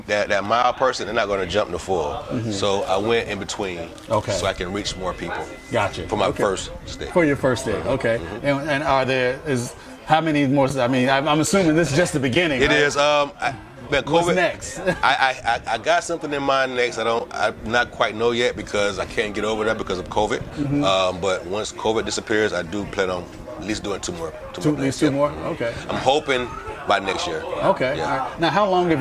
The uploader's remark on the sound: PuffChat Episode recorded at Havana Cigars ATL